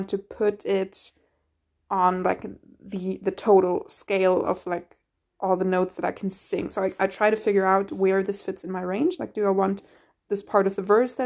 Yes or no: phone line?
no